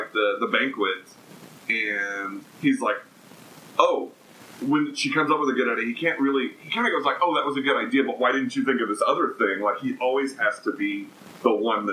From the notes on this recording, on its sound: We apologize for the sound quality on this episode. The quality does improve as the episode goes on.